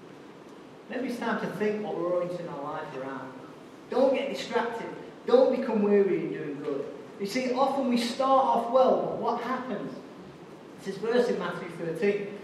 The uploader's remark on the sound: Recorded live at Life Church on Sunday 22nd January 2017.